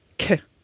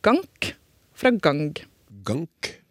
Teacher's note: det går til å bli den hardere, ustemte versjonen gank. Ja. · Term: utlydsherding